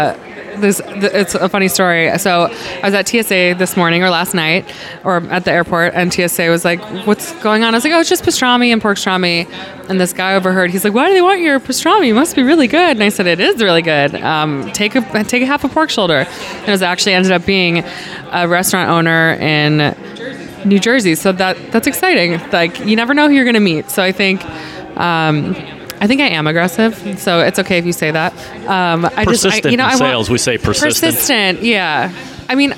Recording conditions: busy venue